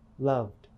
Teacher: In the word liked, the ed ending sounds more like a t, liked. But in the word loved, the ed ending sounds more like a d, loved. Why is that?